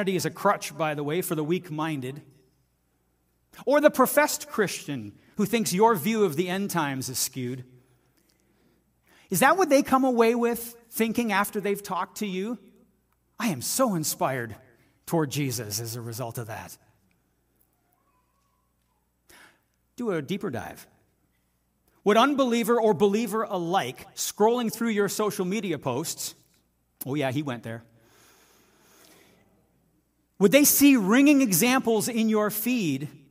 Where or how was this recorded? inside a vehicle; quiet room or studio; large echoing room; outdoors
large echoing room